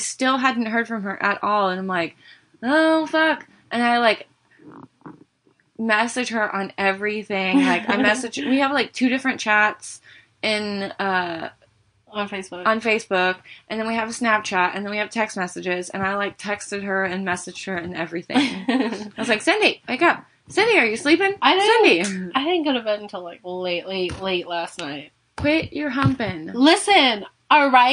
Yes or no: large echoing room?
no